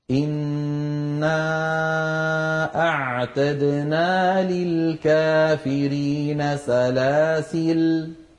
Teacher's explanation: فيها عند الوقف وجه زائد على أخواتها وهو حذف الألف عند الوقف